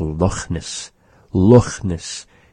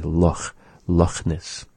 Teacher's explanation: He pronounces the CH in the word just like we do in Nuchalk, the cha sound. It's sort of a raspy sound, resembling slightly an H sound.